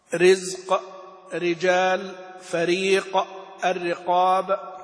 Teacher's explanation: الراء المكسورة المبتدأ بها والمتوسطة ترقق